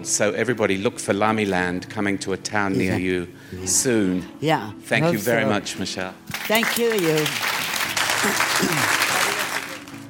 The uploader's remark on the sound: on stage at VOICES